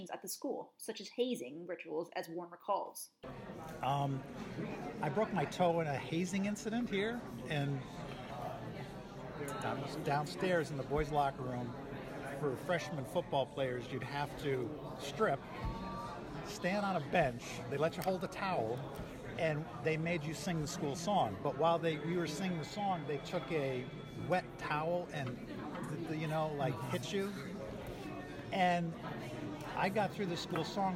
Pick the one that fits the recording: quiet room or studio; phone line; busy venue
busy venue